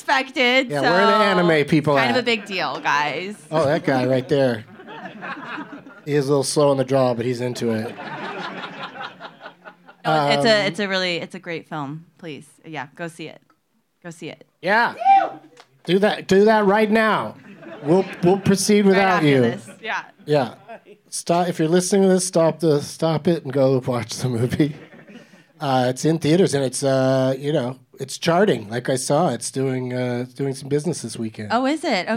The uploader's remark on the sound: Live from the Dynasty Typewriter in Los Angeles